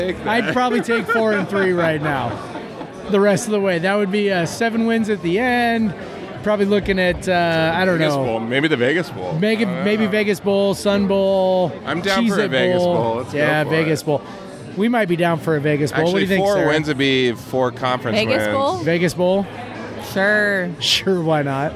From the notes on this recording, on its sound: Live from Coug-owned Single Hill Brewing in Yakima!